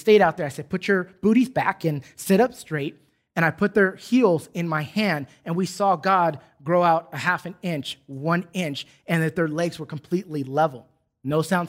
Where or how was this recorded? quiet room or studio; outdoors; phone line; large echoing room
large echoing room